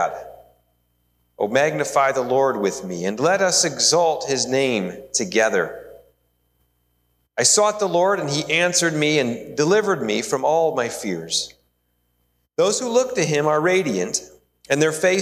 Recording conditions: large echoing room